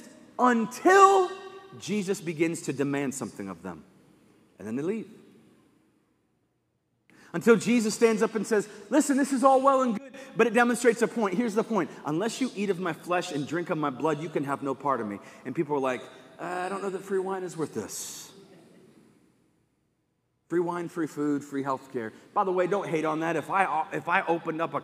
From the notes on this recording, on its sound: Live from Covenant Church.